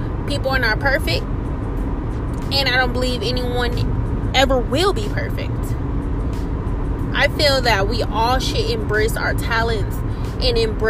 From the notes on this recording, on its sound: I was in the car as usual